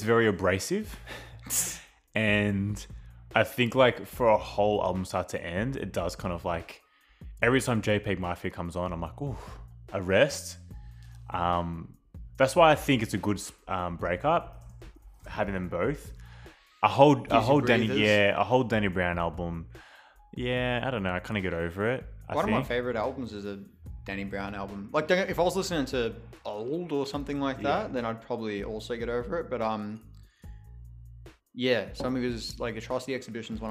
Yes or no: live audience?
no